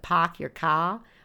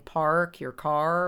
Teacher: in this Boston accent, we want to minimize the R sound · Shown in: first take · Term: non-rhotic R